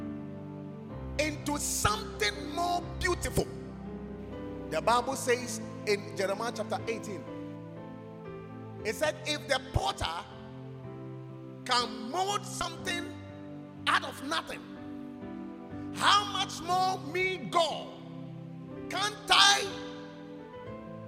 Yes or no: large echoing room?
yes